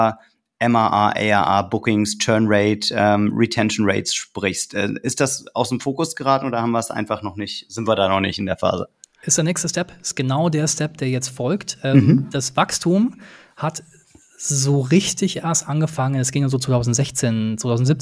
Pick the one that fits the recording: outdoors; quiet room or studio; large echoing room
quiet room or studio